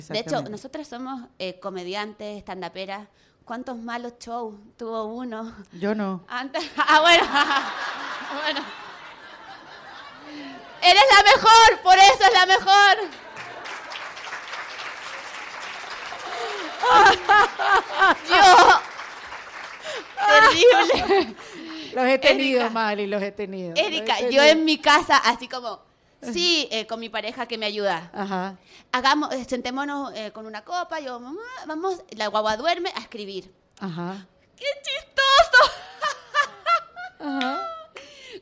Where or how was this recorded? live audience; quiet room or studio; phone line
live audience